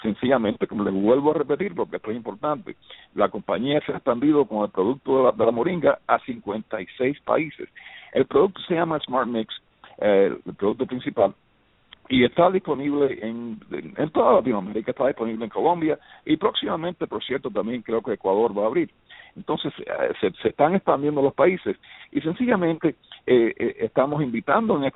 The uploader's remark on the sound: LIVE on BTR - for this Special Call. The call will be all in Spanish.